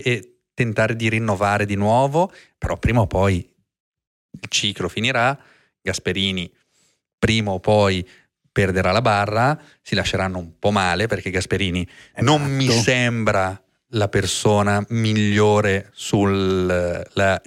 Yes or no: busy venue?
no